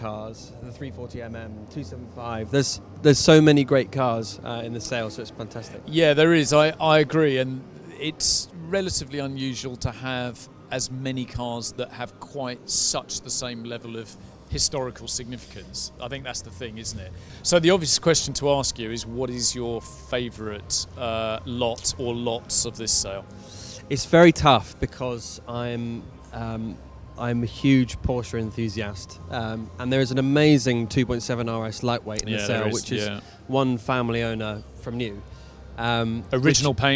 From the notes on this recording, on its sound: A show that was recorded at the company’s recent auction in the Principality during the Historic Grand Prix weekend.